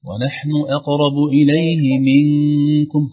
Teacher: في غنة عند من النون عند الكاف حرف من أحرف الإخفاء